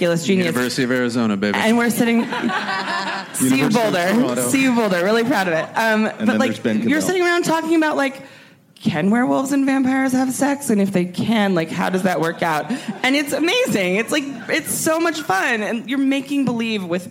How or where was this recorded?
busy venue